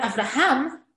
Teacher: Now let's do the last part, ham. When we say the word Avraham, the part that's emphasized is the ham.